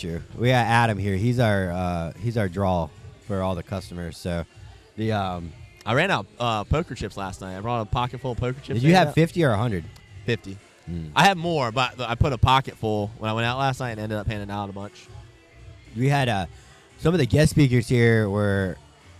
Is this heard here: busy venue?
yes